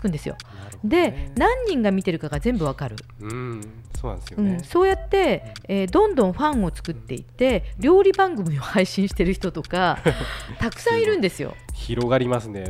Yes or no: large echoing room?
no